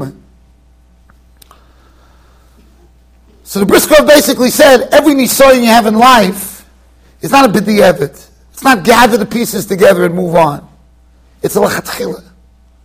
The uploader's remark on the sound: Shiur recorded in Yeshivas Ohr Reuven, Monsey NY.